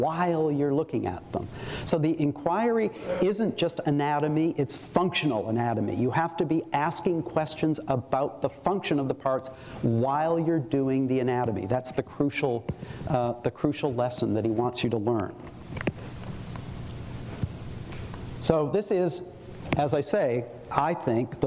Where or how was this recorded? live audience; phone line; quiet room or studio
live audience